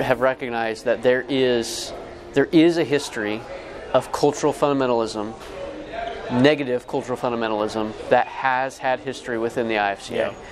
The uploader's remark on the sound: LIVE at the IFCA Convention. The IFCA Int National Convention in Covington, KY.